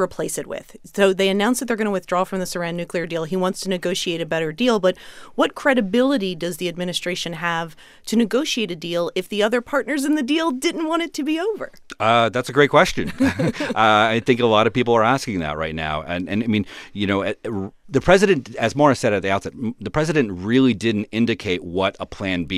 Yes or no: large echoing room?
no